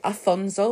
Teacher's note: Don't say Alfonso, which is a main character in this, say Afonso, which is his name. There's no L. That is the Portuguese version of it.